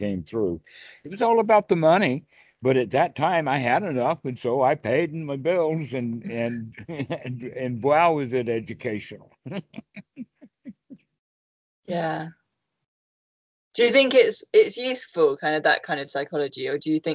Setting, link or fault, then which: link, video call